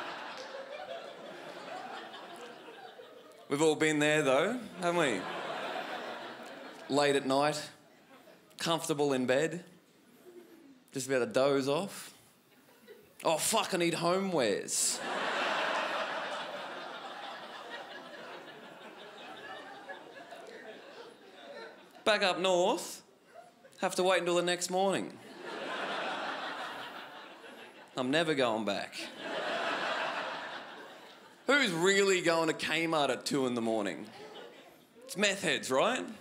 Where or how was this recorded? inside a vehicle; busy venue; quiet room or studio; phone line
busy venue